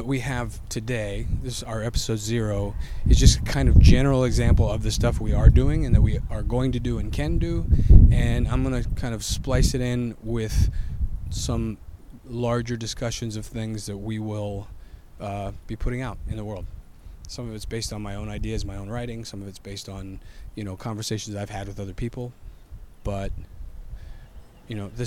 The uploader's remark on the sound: Almost Live from The Cottonmouth Club in Houston, Texas!